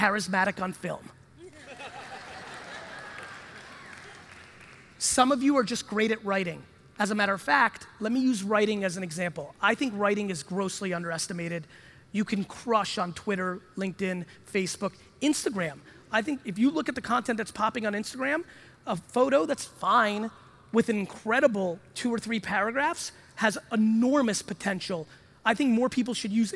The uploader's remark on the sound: an exciting keynote from NAC Keynote in Los Angeles